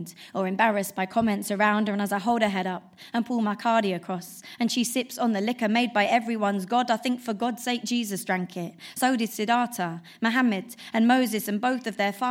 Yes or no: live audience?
yes